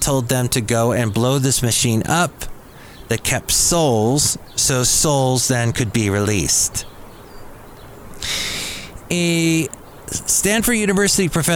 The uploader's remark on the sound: podcasts live from Cafe Anyway